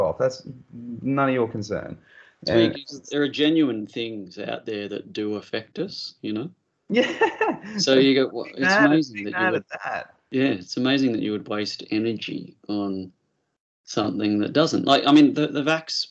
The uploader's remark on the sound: Skype